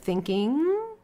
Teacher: I've also had clients that struggle with N and ung, because that NG spelling is not a G. It's an N sound that's made back in the mouth. We call it a velar sound, made in the velum in the back there, or the vellum, some people call it.